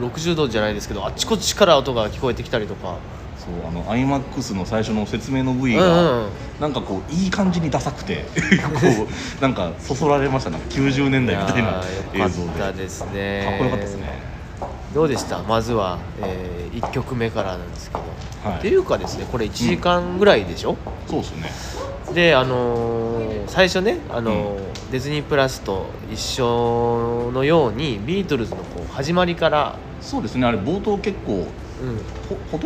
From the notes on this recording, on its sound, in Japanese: 野外でこのPodcastを収録しました。映画館で『Get Back』を見た直後で野外収録！